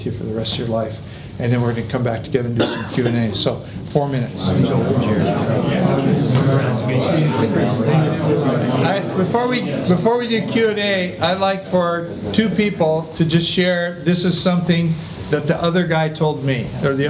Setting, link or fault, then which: setting, live audience